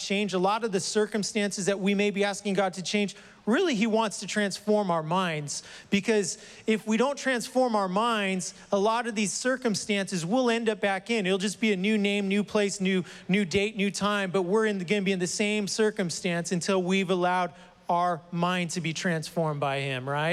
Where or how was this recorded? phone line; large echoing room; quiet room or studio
large echoing room